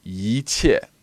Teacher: so 一 turns into second tone. Because 切 becomes a fourth tone in this context.